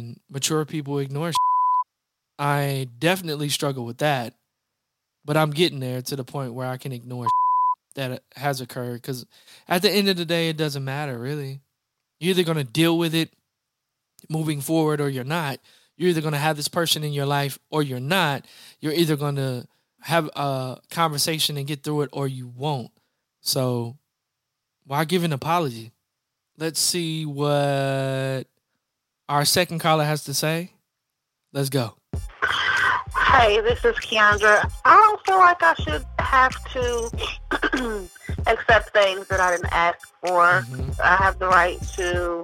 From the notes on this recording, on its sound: call in guests